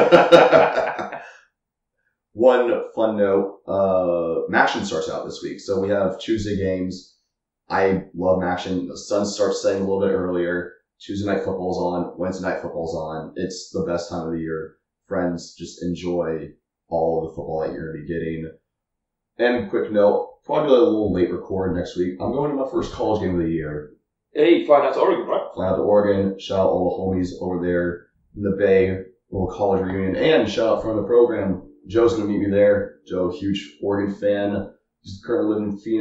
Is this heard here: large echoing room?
yes